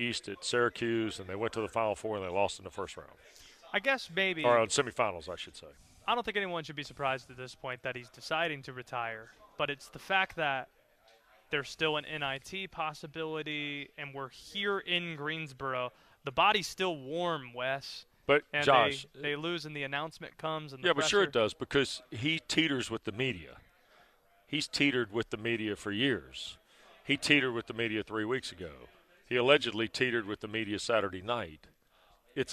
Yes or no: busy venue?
yes